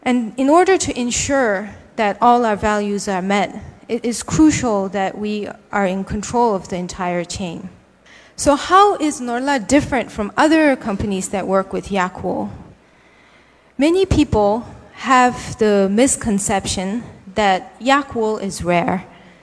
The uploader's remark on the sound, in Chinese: 一席现场